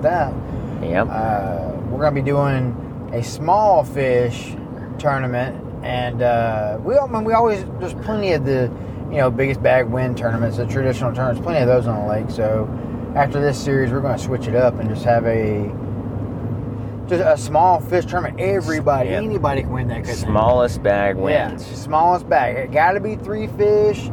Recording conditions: inside a vehicle